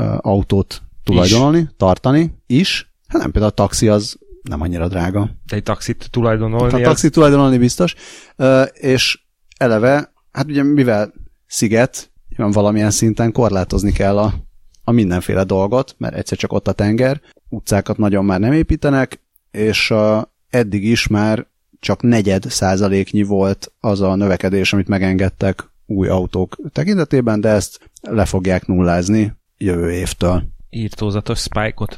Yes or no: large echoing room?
no